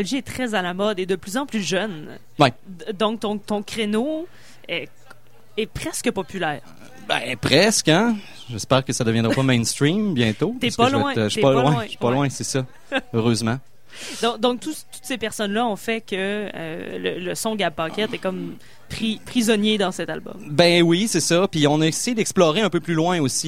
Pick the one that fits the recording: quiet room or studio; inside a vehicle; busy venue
busy venue